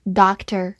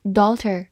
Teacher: 而我们今天学习的女儿，它中间是一个长音 o，并且呢没有 k 这个音 · Shown in: second take